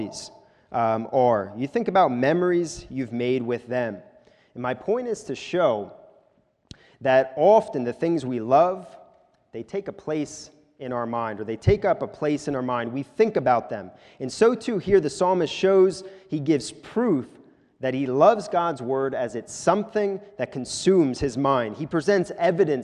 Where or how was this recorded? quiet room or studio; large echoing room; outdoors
large echoing room